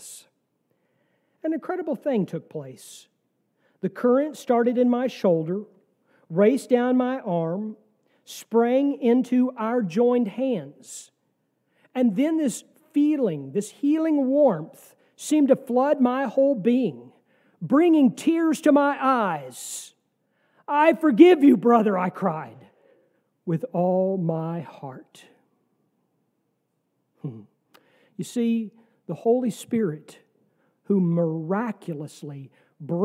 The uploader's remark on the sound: sermon from our worship service on November 5, 2023